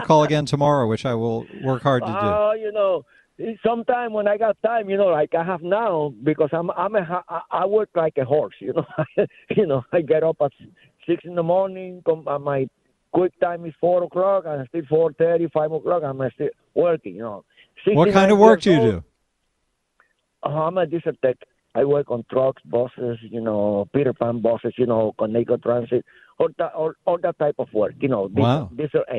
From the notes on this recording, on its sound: This hour is all RANTS, phone calls and fun!